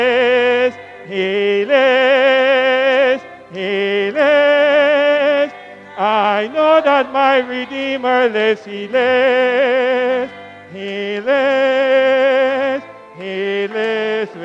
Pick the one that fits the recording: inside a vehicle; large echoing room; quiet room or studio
large echoing room